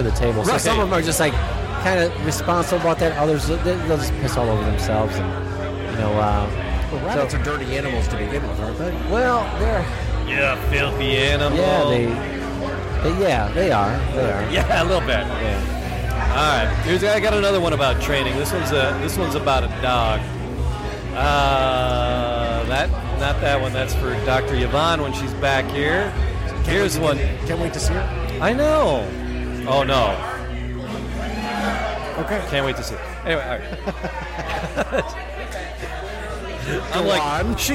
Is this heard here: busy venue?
yes